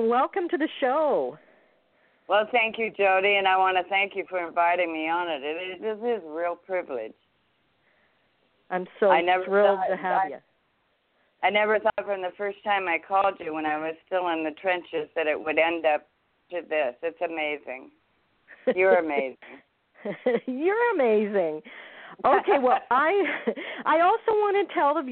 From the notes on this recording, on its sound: THIS IS BOTH AN INTERVIEW AND A CALL IN SHOW